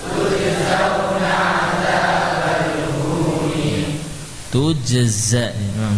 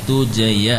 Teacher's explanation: jim dan zai kalau beriringan kadang kalah, terutama huruf za kadang berubah menjadi mirip-mirip ya, ya hilang sofirnya, tujaya ya, tujaza, pertahankan sifat sofir pada zai. · Shown in: first take